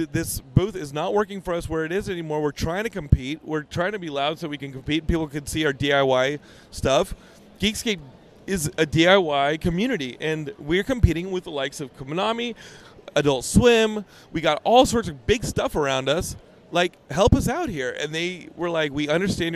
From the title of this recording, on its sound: Geekscape at San Diego Comic Con 2023 Day 2!